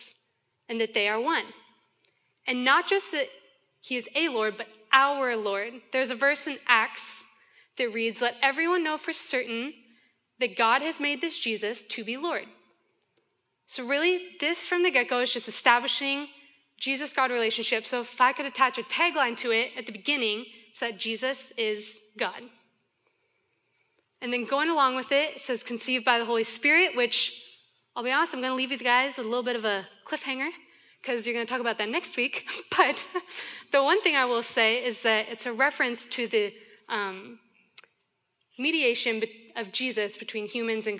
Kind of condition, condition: setting, live audience